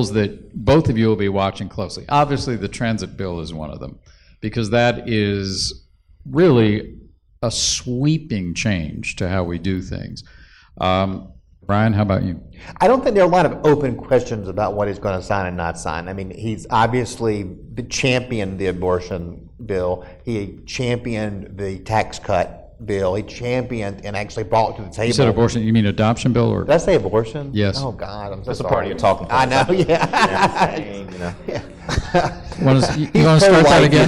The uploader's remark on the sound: Taped in front of a live audience at the Georgia Tech School of Public Policy.